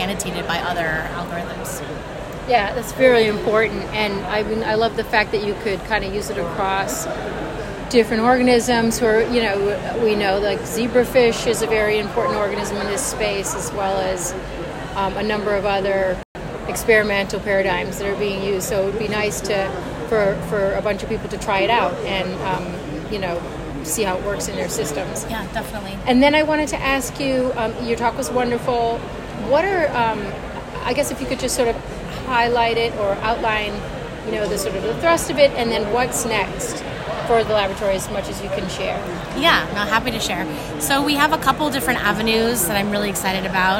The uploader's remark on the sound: recorded during Day 1 of Islet Study Group 2023